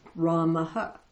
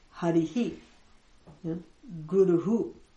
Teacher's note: What the visarga does is aspirate the final vowel. Like if I have the word Rama, and at the end of the word Rama is a visarga, then it'll aspirate the Ramaha.